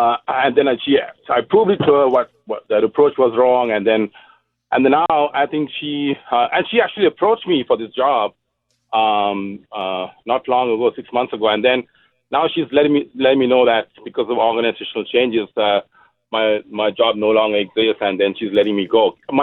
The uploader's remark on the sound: answers these questions and your phone calls